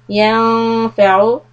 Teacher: hold the noon, ighfa', for two harakat